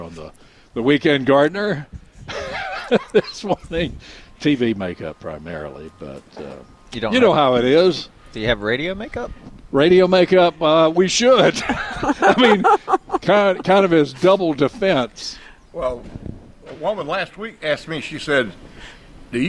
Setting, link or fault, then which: setting, busy venue